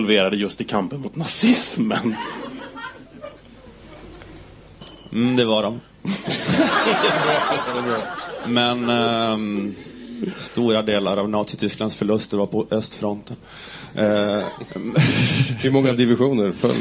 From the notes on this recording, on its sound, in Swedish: Flumskolan är en satirpodcast av Galago och Aftonbladet kultur som spelas in live inför publik på Mosebacke etablissemang i Stockholm.